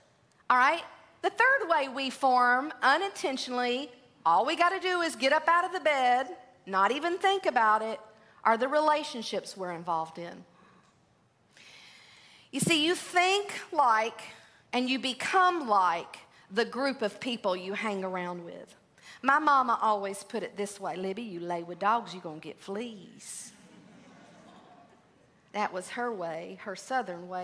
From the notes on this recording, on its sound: LIVE! February at the Gathering 2023. Please enjoy this recording from our live at the Gathering Event.